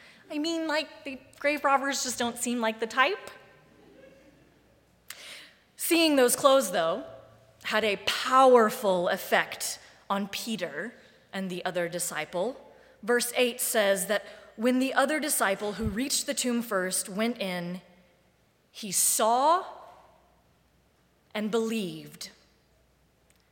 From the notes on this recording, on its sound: Live Streamed from the sanctuary of Mayflower Congregational UCC Church in Oklahaoma City.